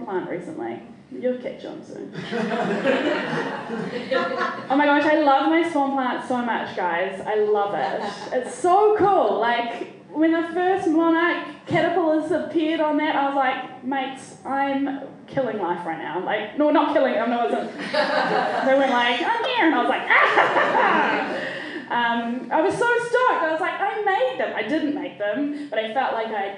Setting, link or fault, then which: setting, live audience